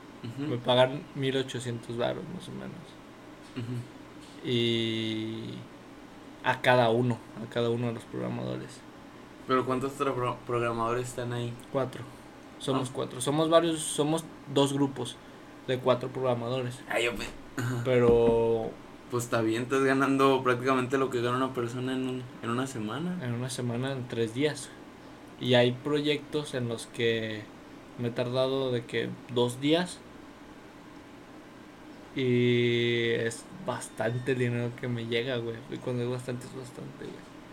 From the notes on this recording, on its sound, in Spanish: a pesar del audio, interrupciones